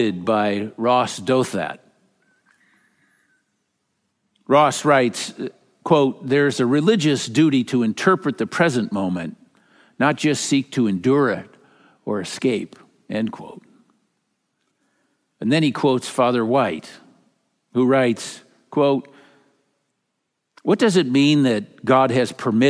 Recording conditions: live audience